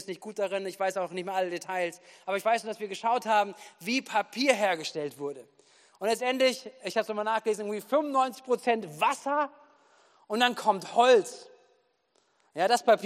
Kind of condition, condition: setting, large echoing room